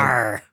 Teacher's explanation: from the southwest of England where they say the ruh sound at the end of words · Term: rhotic accent